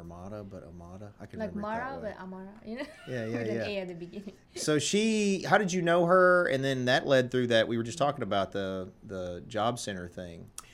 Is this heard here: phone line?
no